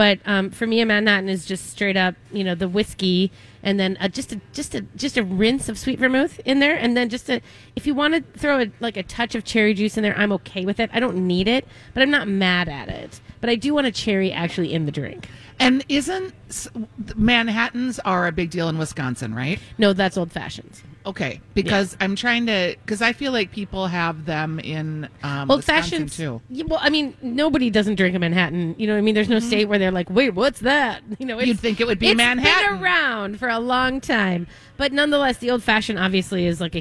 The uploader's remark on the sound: live at G-Will Liquors in Andover!